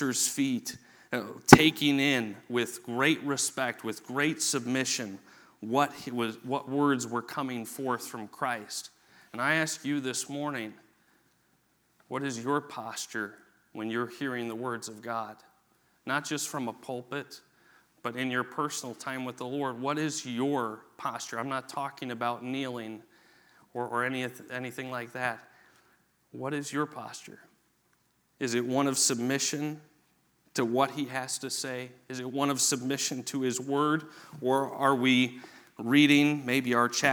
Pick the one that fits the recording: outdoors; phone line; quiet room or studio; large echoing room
large echoing room